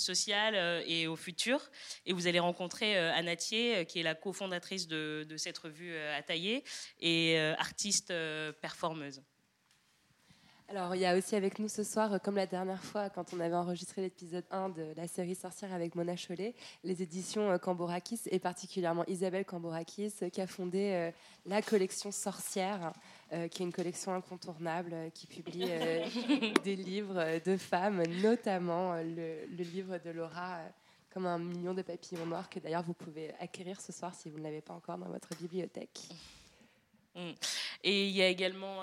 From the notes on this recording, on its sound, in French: Épisode enregistré en public à la Villa Rose.